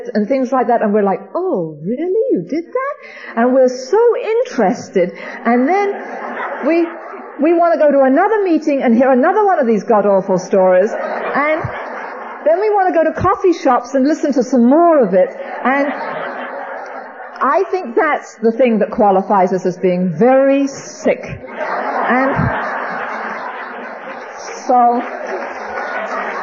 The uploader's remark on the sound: speaking at the Music City Roundup